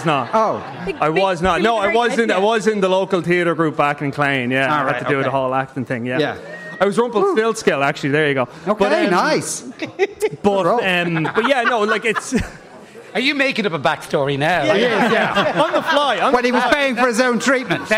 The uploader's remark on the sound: LIVE from The Sugar Club in Dublin.